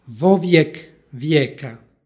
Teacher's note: Imenica i predlog koji stoji ispred imenice, čineći predlaško-padešku sintagmu, počinju istim glasom, radi lakšeg izgovora, između njih se dodaje izgovorno o.